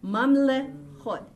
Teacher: Now the Shiva, the second Shiva is pronounced or vocalized. Okay, this is the vocal Shiva.